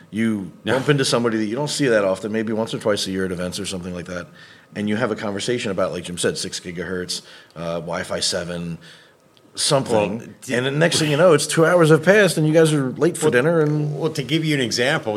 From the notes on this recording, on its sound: in person and recording another RUCKCast, live at WLPC 2024 in Phoenix